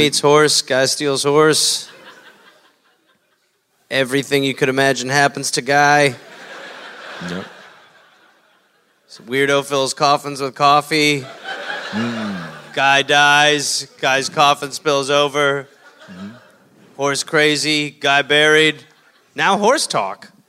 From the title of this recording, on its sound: Live in Portland